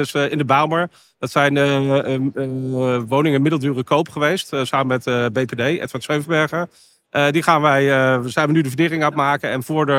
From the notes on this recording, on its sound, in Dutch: Deze podcast is opgenomen tijdens de PROVADA.